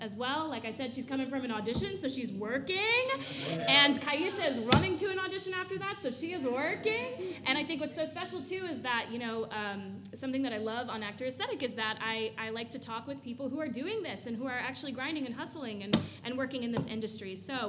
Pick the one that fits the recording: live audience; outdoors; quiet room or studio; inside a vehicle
live audience